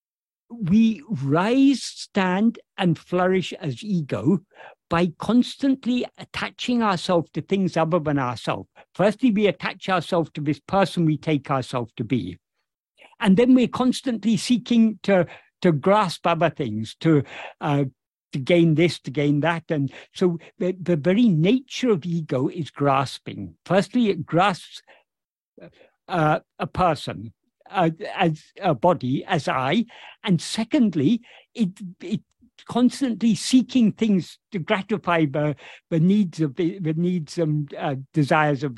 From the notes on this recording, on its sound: In a Zoom meeting with Boston Ramana Satsang on 22nd July 2023